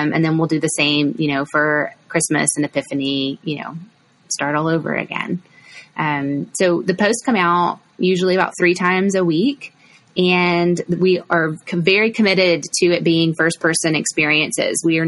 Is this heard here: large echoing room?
no